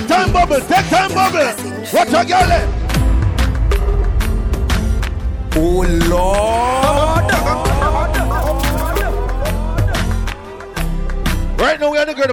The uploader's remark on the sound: LIVE AT ISLAND SATURDAYS ON 9/22